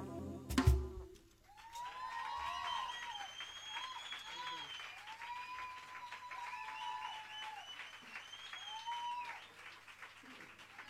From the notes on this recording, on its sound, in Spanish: Atentos a la sorpresa que nos regala el público lunero a lo largo del concierto.